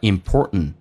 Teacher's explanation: 第一个 t 不发音叫 important